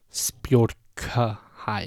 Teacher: at least I'm maintaining the aspiration on the K, but that's one accurate sound out of three.